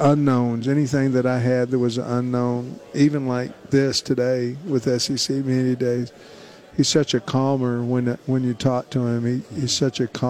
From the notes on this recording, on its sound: live from SEC Media Days